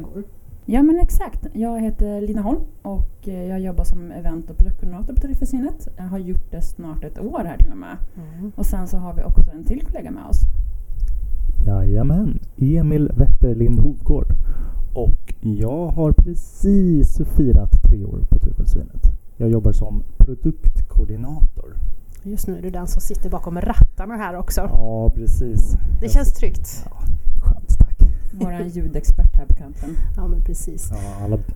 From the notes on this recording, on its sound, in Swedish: Ljudet strular lite de första minuterna men blir snabbt bättre.